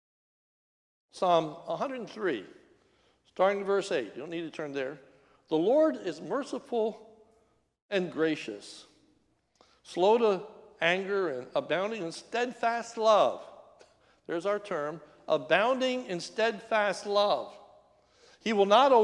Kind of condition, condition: setting, large echoing room